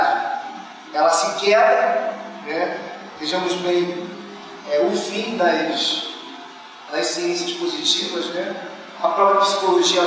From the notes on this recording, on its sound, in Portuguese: Comunicação gravada durante o XXVIII Encontro Nacional de Estudantes de Filosofia (ENEFIL) em 2012, em São Luiz MA